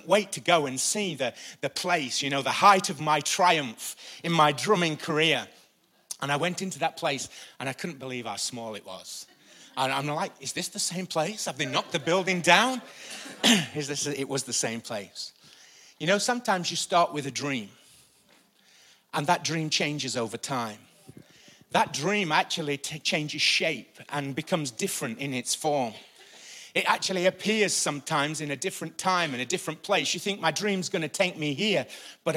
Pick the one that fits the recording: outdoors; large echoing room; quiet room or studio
large echoing room